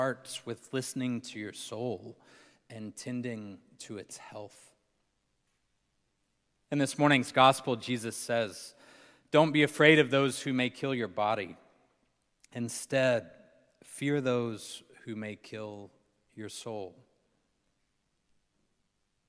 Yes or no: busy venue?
no